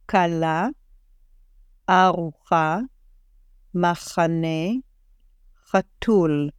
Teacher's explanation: Do you hear how the chet is actually pretty soft? Doesn't sound like the ach.